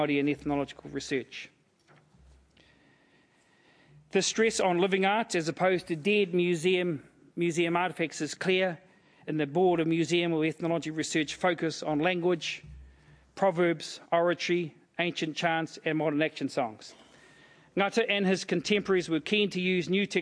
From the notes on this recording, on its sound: As part of this year's Sir Apirana Ngata Memorial Lectures.